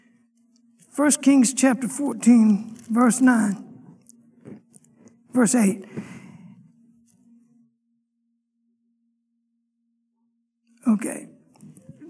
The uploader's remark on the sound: Sunday morning lecture